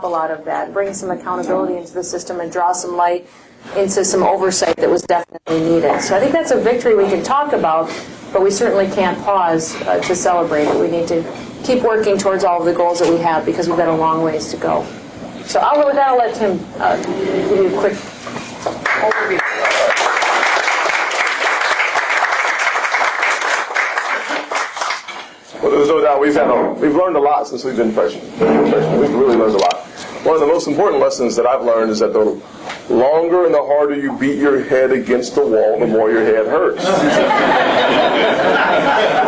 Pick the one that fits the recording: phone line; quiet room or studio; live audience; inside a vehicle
live audience